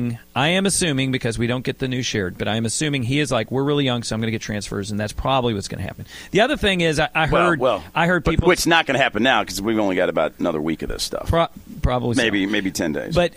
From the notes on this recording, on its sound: Broadcasting live from The Fitness Market! 2521 Plantside Dr, Louisville, KY 40299.